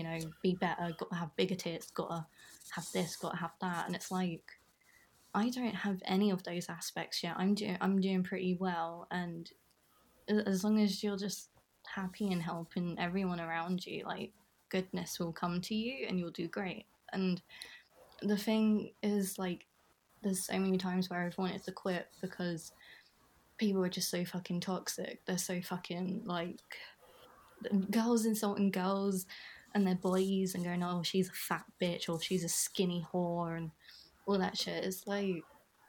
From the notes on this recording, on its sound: This is our first episode, so there may be some sound hiccups.